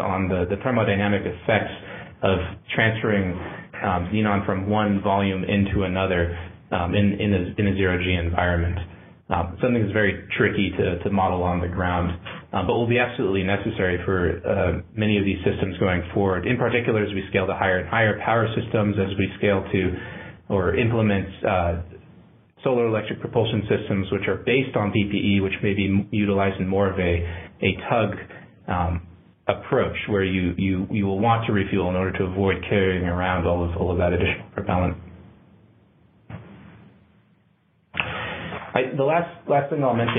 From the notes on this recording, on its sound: a Future In-Space Operations teleconference